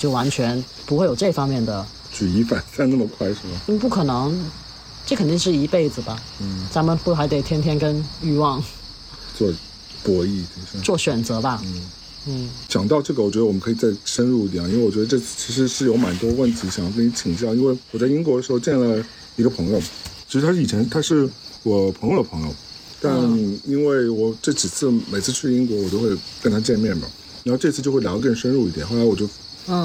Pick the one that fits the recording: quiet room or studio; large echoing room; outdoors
outdoors